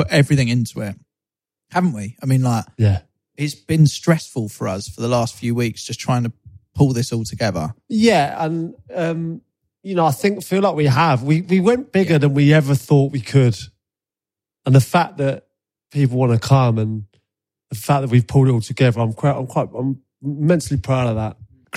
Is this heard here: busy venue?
no